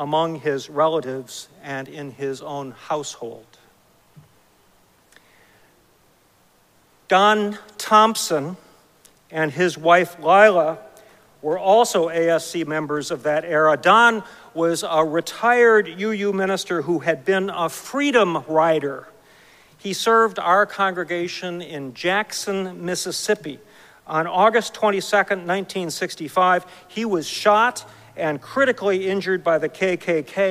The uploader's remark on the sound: Recorded live at Arlington Street Church